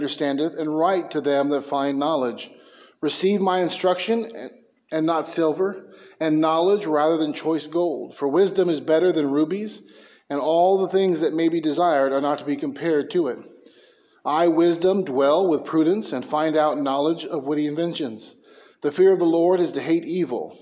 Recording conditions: large echoing room